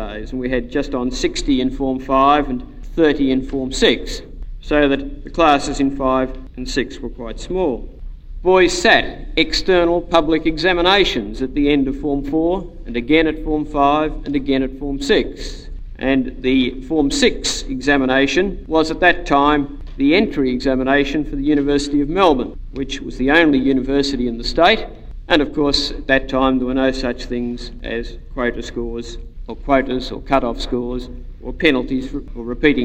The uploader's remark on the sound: an address he delivered on Founders Day 1989 in the Aikman Hall